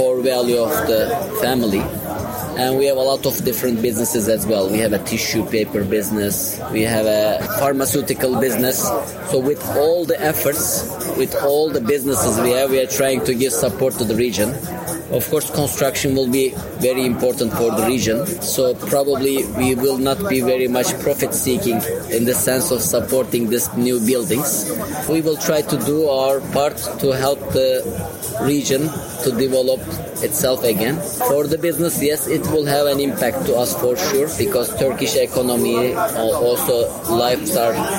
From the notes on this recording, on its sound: To round off Season Seven, we're off to Germany. Frankfurt to be precise as last week saw the return of ISH, the huuuuge bathroom exhibition. We'll be catching up with her live at the show.